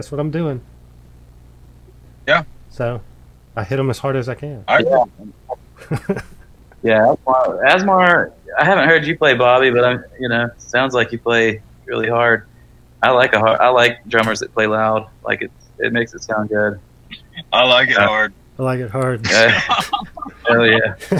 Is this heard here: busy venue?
no